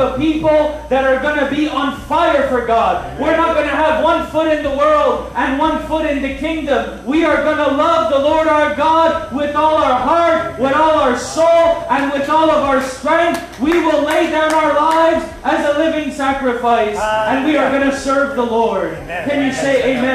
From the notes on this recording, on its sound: On this live Friday night at the cafe